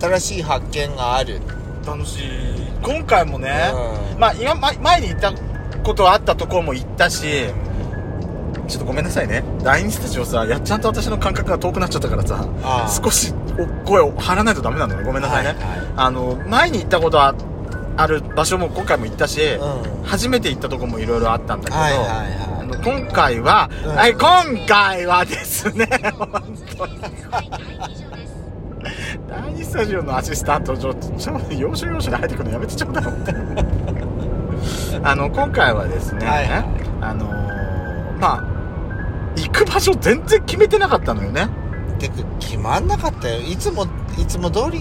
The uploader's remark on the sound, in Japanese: ドスドライブ収録。ロードノイズゴメンね。遠征レポート栃木。